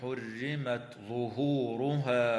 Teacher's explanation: وتظهر التاء مهموسة عند الظاء في قوله تعالى حرمت ظهورها، ويجب الاحتراز من إدغامها في الظاء في رواية حفص عن